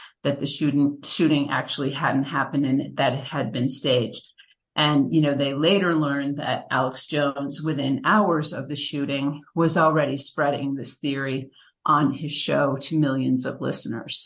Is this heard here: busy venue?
no